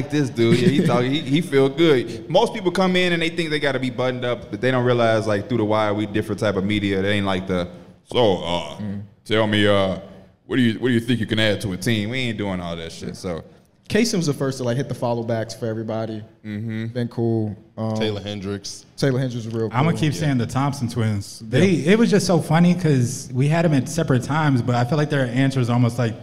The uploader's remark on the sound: We're live from Vegas for NBA Summer League